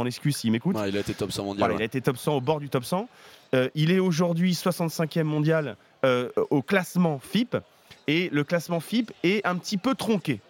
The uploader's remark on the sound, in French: en direct du Master de Barcelone